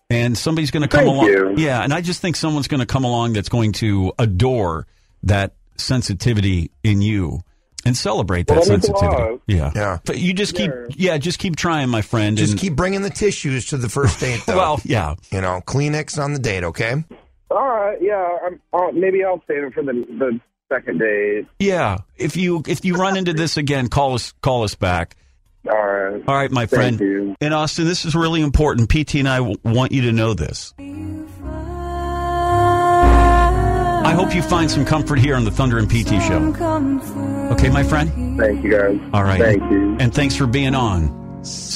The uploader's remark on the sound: we got them on the phone together